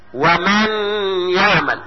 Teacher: صوت جميل بيخرج من الخيشوم اللي هو الخرق المنجذب من الانف الى اعلى الفم · Term: الغنة